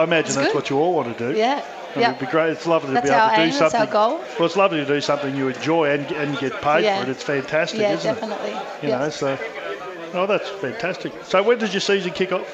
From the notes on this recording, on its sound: joined on stage at Wenty Leagues